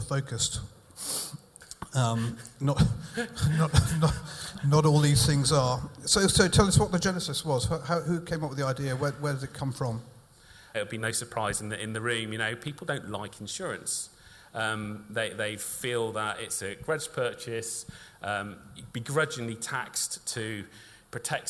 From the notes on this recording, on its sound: In this episode we bring you the first three discussions we had on stage at our evening event "MGA: The new frontier for Insurtech" .